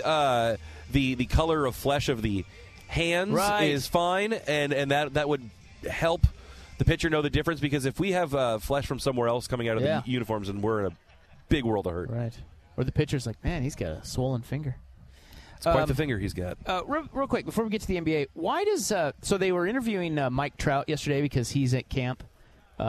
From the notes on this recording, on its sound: live from The Oregon International Auto Show!